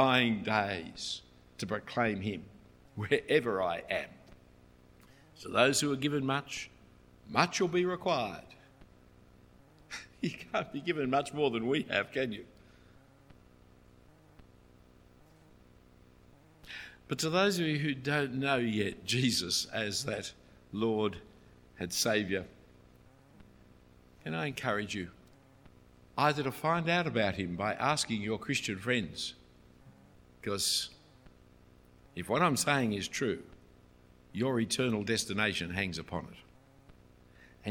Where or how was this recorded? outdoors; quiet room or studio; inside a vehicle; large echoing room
large echoing room